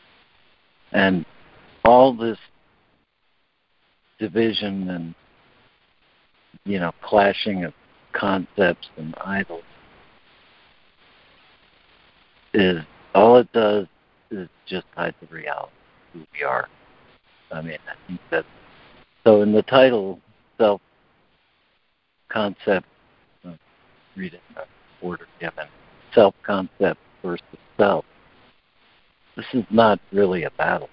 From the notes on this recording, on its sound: ACIM Daily Conference Call